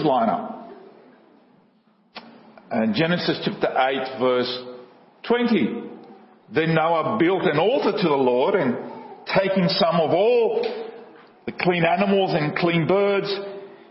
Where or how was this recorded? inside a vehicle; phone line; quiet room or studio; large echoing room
large echoing room